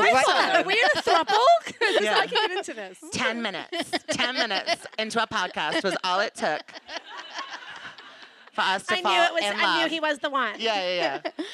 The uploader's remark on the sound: Gave the world what it wanted with a live show at the London Podcast Festival! Stepped out in front of the lights - and a baying crowd.